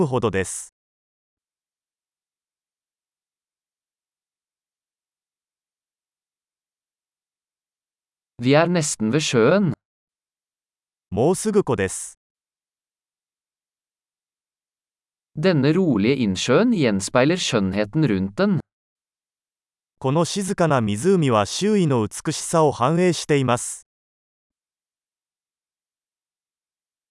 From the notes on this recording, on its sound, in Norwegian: Lyden av den ravende bekken er terapeutisk.